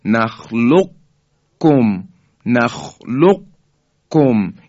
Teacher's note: به این خاطر چون قاف درشتره میشه نخلق کم، نخلق کم، یه اثری از شدت و درشتی حرف قاف در اینجا باقی مونده · Term: ادغام ناقصه